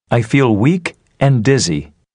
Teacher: Use rising intonation on each item before the last item in a list. Use falling intonation on the last item.